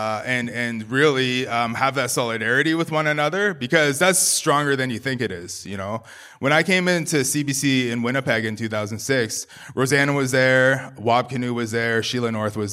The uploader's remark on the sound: Live in Toronto. Recorded at the Bram and Bluma Appel Salon in the Toronto Public Library.